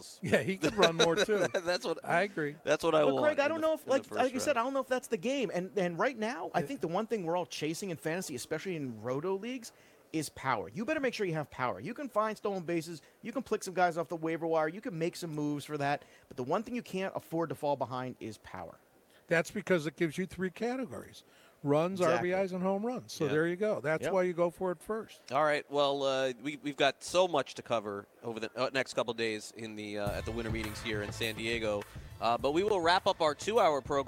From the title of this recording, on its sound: LIVE FROM THE MLB WINTER MEETINGS